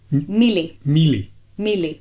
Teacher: It's a flat L. Okay. And then, the tongue is flat. There's no curl.